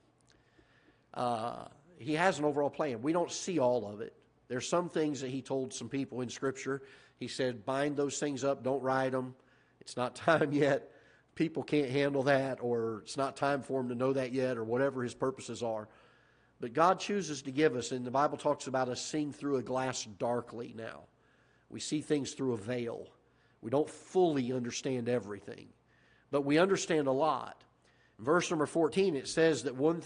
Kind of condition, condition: setting, large echoing room